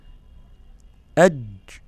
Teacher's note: أج حرف شديد في إغلاق للمخرج ثم انفتاحه. الشديد ده بتعرفه أن المخرج بينغلق ثم بينفتح مرة أخرى.